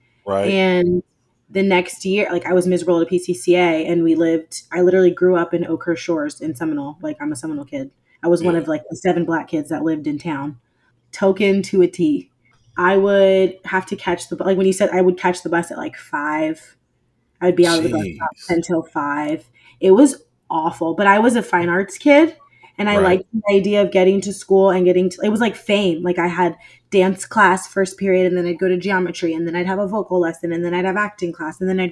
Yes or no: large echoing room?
no